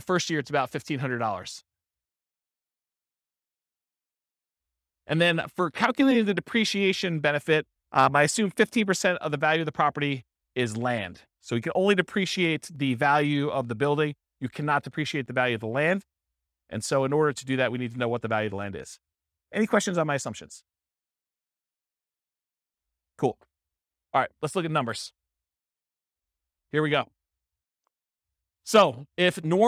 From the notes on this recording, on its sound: This was a live class recorded